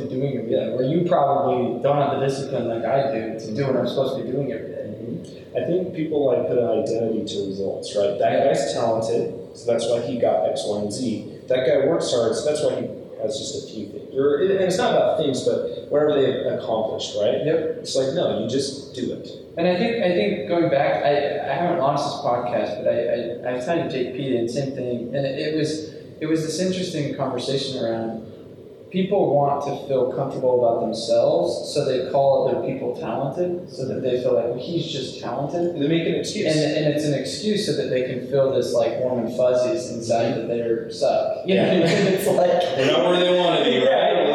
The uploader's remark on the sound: Sorry about the audio, the primary got lost, and so this is on the backup audio.